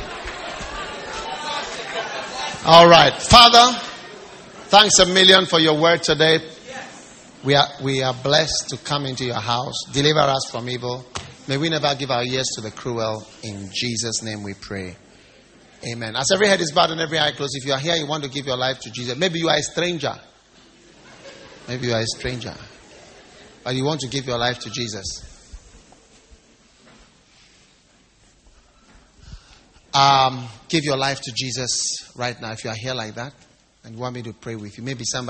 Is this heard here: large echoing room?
yes